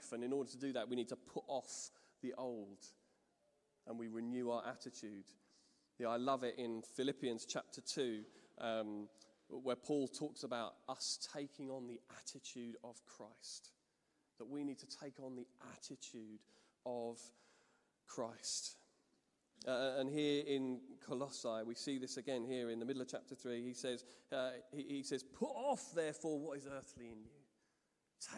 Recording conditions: large echoing room